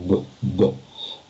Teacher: Ну, потому что, смотрите, когда вы говорите «табуретка», «табуретка», «табуретка», «табуретка», у вас там согласный «б». Да, согласный «б» мы произносим, сжимая губы, потом размыкая эту смычку. «Б», «б». Когда перед ним произносится какой-то гласный, то на него, соответственно, это округление губов немножко распространяется.